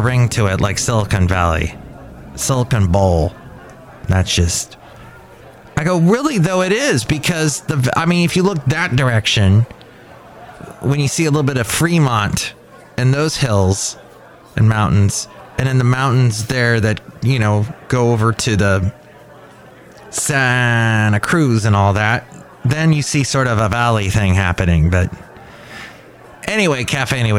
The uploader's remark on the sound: podcasts live from Café Anyway